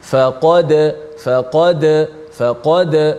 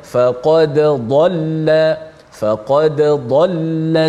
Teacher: baca secara jelaskan dal mati dan kebetulan huruf dal ada qalqalah